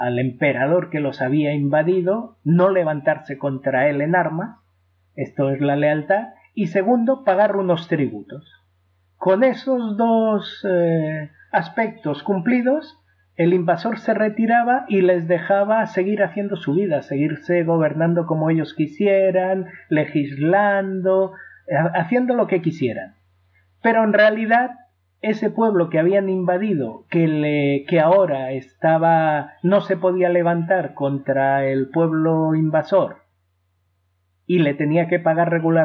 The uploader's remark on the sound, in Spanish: Hoy me toca de nuevo pedir disculpas por el sonido. Grabar directamente con el micrófono de un laptop ni mucho menos es lo ideal.